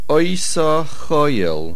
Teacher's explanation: The stress is on the ayin.